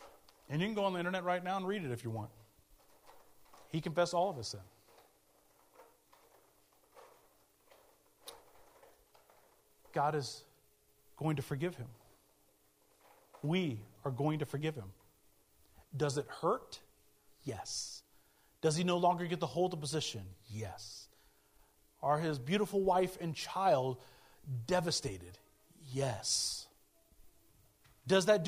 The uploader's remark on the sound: speaking at Soma Community Church in Jefferson City, MO on 20 August 2023